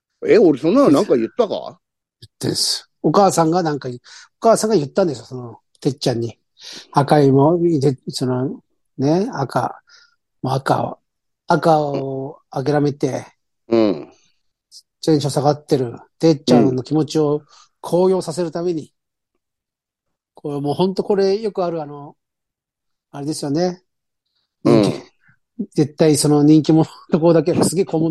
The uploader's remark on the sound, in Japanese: ZOOMで収録